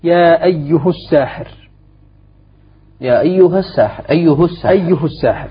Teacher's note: فلذلك هذا على الإتباع، على الإتباع الهاء لما قبلها، لأن قبلها مضمومة · Term: ضم الهاء